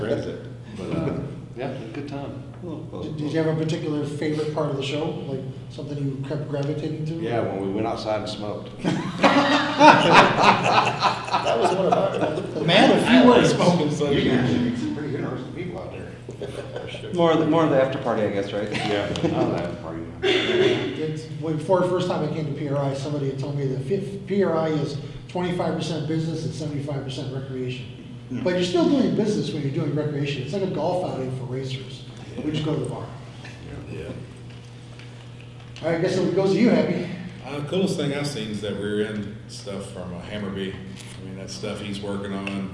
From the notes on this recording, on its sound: Live at PRI trade 2021 show in indy